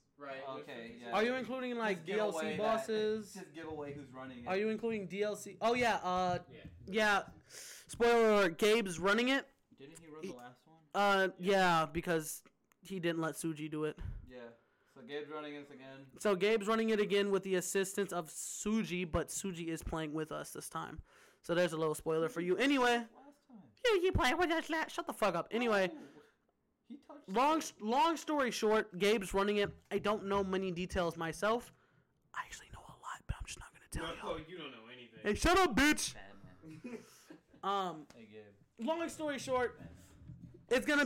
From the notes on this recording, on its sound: NEW YEAR event we did it this year. We talked in person sorry for the audio if it's way too loud.